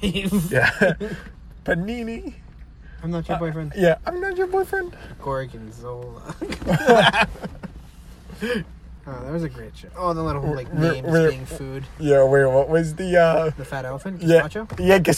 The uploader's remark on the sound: Ever heard of someone recording a podcast while driving? While driving in the middle of the night.